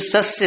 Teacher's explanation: वहां श नहीं है, वो श उच्चारण अशुद्ध है, वास्तव में स है, साधु वाला स है।